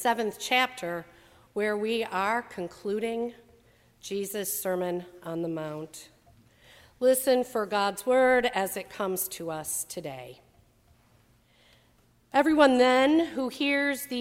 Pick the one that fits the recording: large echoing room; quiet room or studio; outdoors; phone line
large echoing room